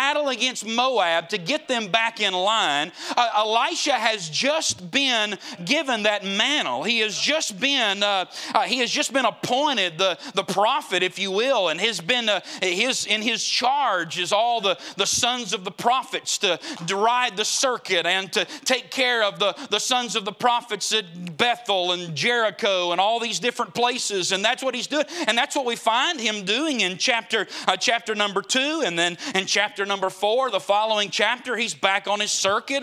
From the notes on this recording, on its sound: Preached at the Gateway Baptist Church Jubilee in Boiling Springs, SC.